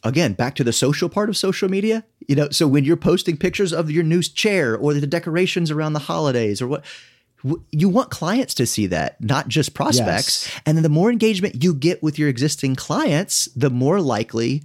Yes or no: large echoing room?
no